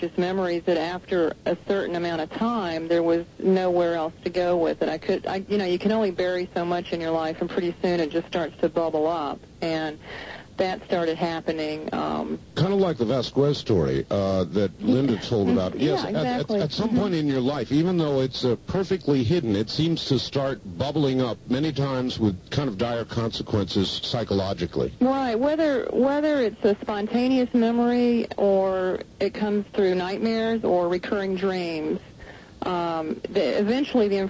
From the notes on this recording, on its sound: Holds her tape recorder to the phone.